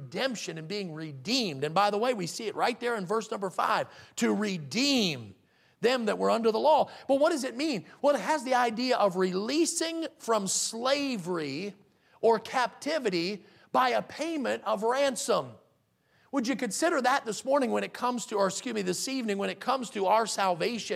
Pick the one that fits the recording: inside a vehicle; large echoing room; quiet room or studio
large echoing room